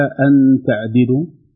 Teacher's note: نون ساكنة أتى بعد حرف التاء والتاء من حروف الإخفاء الحقيقي